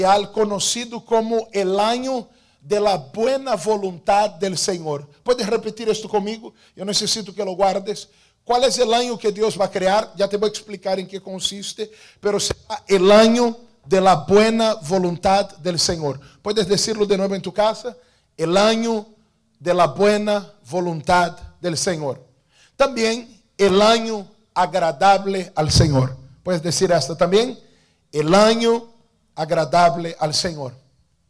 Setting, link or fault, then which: setting, large echoing room